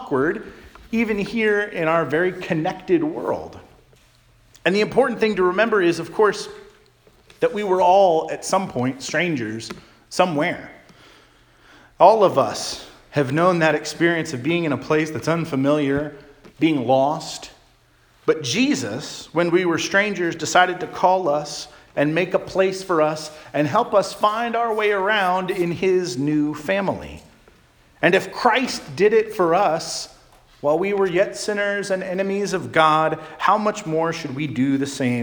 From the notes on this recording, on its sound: Charles Anglican Cathedral, Bremerton, WA.